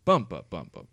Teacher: it's that first stressed syllable and then an unstressed syllable · Term: troche